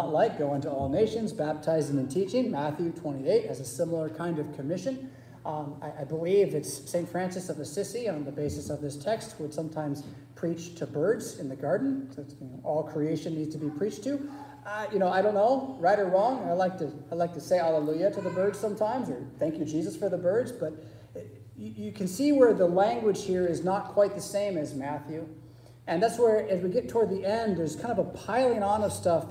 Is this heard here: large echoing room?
yes